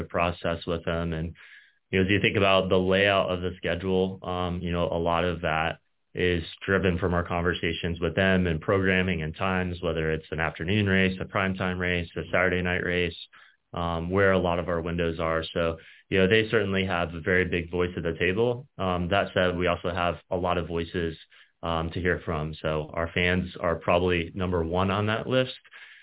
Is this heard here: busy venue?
no